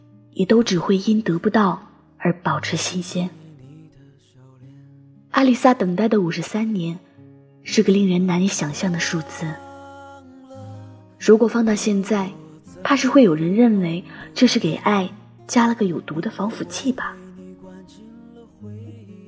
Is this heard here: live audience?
no